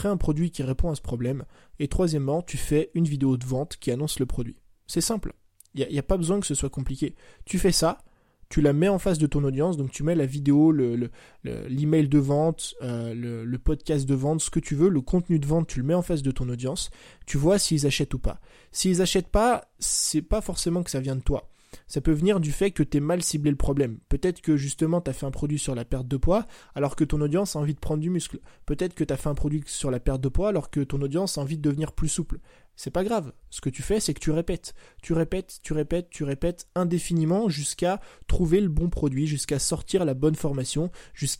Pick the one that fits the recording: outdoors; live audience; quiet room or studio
quiet room or studio